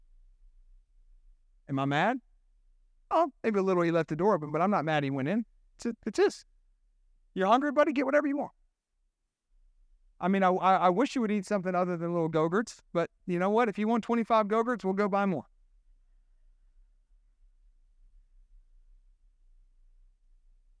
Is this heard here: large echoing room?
yes